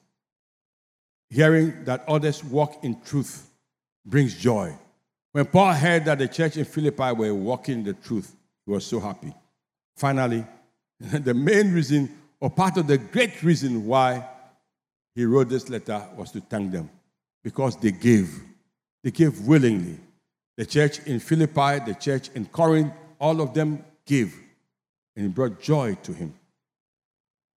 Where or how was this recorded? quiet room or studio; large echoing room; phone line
large echoing room